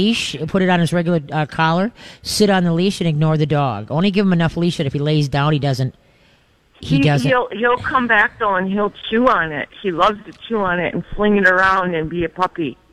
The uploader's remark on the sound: LIVE from Urban Tails for Pinky Swear!